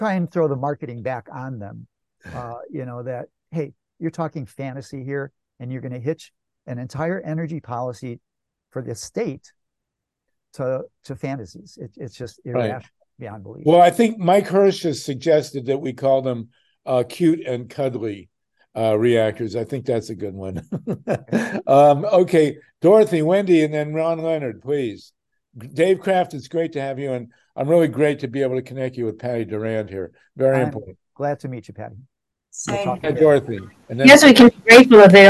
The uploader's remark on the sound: Our GREEP zoom #156